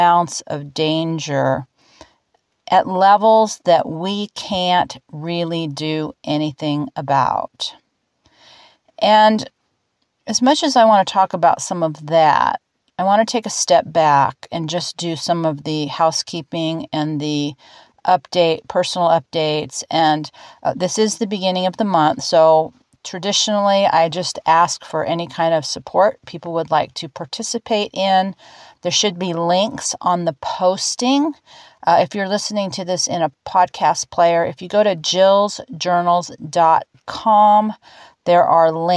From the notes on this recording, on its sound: I’ve got pictures of life here in the higher desert - 2000’ and not 500’!!! The dogs are sitting here with me, all of us outside and under the tent in the now calm and sunny blue skies, perfect temps, and for this moment - peace.